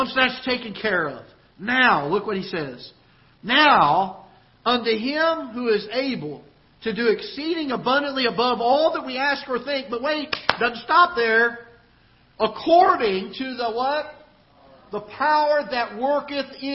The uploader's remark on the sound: Ketha Heights Baptist Church ~ Live Broadcast